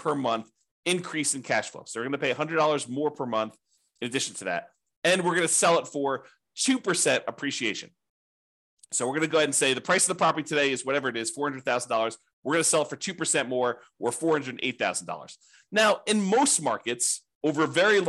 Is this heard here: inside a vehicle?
no